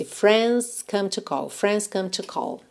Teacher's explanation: você pode omitir esse D de friends. Às vezes o D é que vai te prender na velocidade.